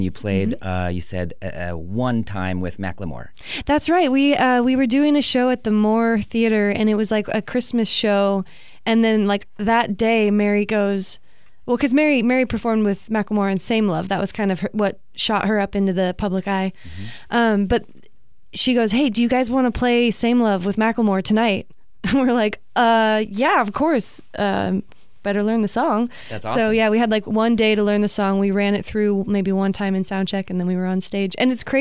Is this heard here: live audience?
no